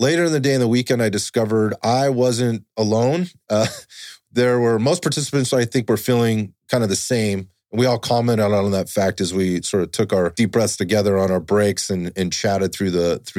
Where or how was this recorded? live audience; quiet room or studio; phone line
quiet room or studio